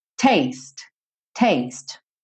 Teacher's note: Termina no som do T. E esse T pode até ser bem reduzido.